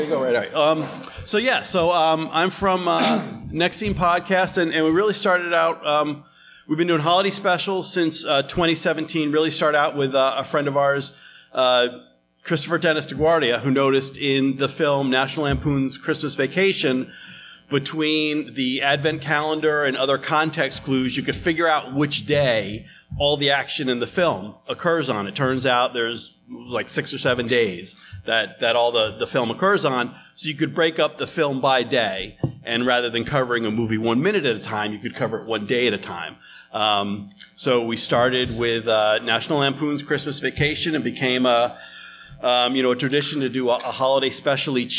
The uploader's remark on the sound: Live from The Indy Fringe Theater in Indianapolis,